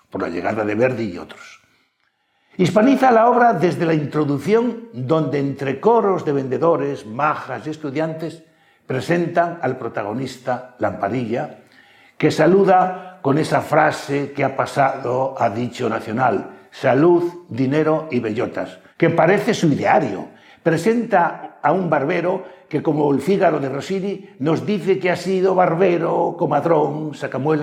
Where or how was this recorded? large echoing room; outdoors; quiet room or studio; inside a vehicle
large echoing room